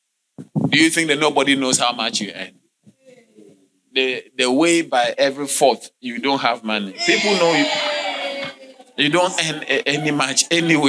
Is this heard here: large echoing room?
yes